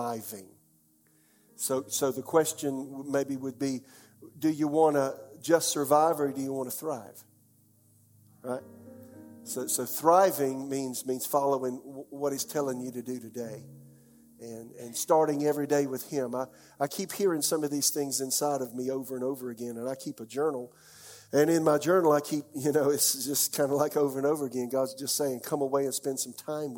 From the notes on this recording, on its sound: This message was delivered during the 11 AM service on October 31, 2021.